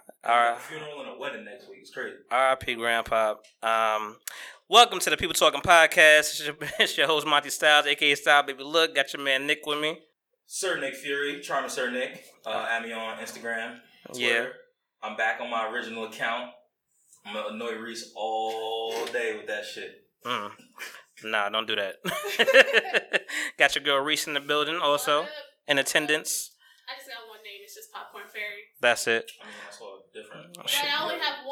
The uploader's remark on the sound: Pardon the sound quality, still figuring out some kinks